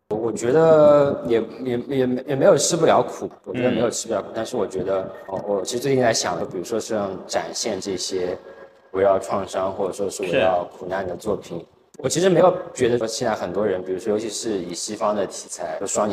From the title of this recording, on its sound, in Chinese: 艺术家群展「苦地宣言」现场导览